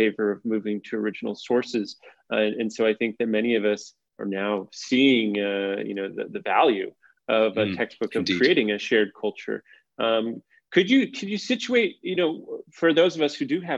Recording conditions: video call